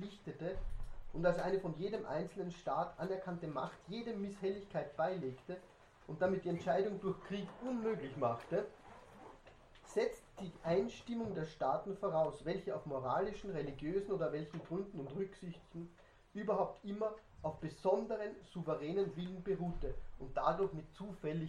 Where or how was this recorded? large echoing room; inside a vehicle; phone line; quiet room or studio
large echoing room